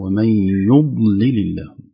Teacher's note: احذري من قلقلة الضاد ليس فيها قلقلة